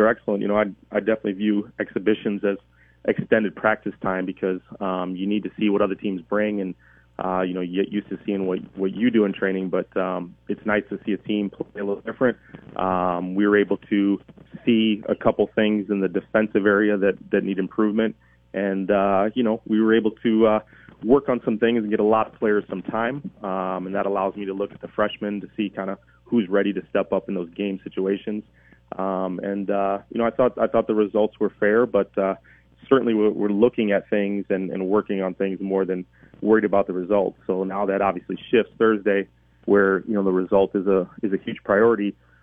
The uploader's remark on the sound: Both call.